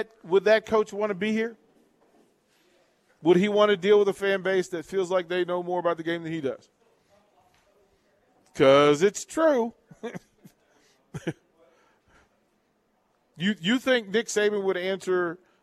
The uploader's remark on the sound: Live from Wingstop - 28th & Pine Lake.